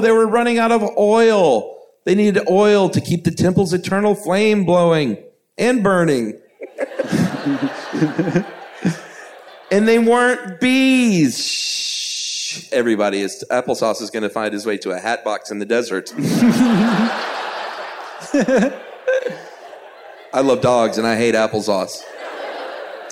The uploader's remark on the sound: Recorded from the Center Stage Theater in Atlanta. Enjoy this live show with the whole family.